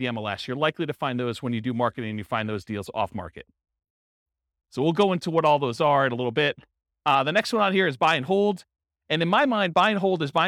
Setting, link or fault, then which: setting, live audience